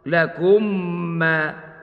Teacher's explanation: الحكم الثاني للميم الساكنة الإدغام وجوباً، وذلك إذا وقع بعدها ميم أخرى متحركة مثل خلق لكم ما في الأرض، لكم ما، أعني إذا وقع بعد الميم الساكنة ميم أخرى أدغمت الميم الساكنة في الميم الأخرى المتحركة وصارتا ميما واحدة مشددة